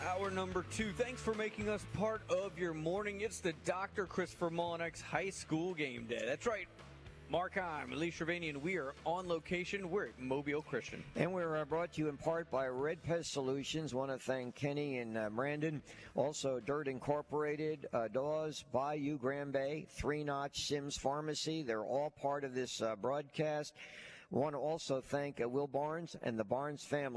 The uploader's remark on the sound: Playoff Gameday at Mobile Christian. LIVE at MCS on the morning of their playoff game against Houston Academy!